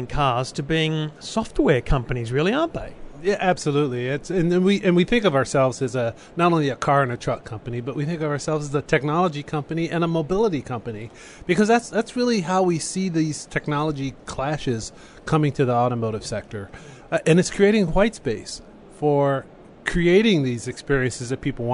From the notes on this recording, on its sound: Live in Barcelona for Mobile World Congress 2015